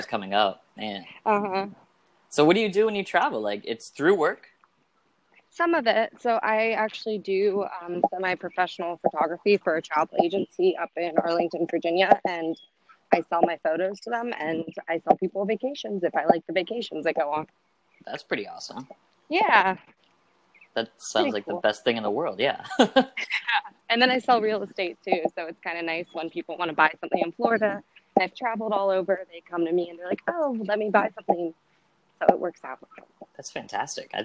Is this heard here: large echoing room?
no